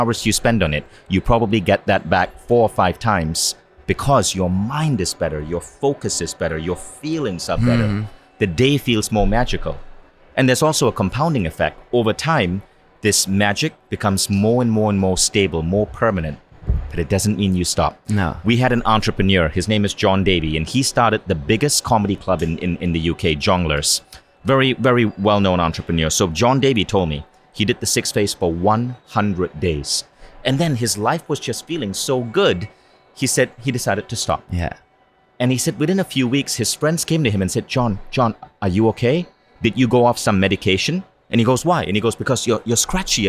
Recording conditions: busy venue